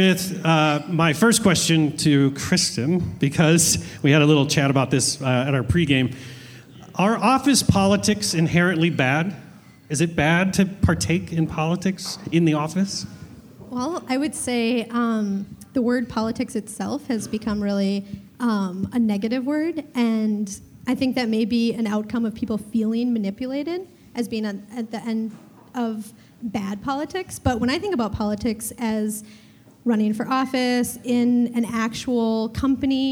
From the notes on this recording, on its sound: This live podcast recording of 'The Schmidt List' at Fulton Taproom